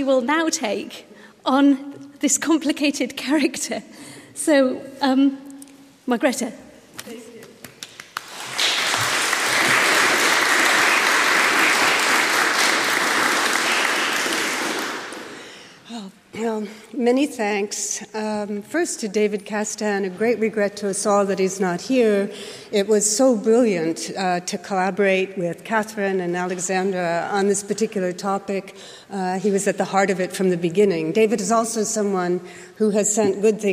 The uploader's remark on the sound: Keynote lecture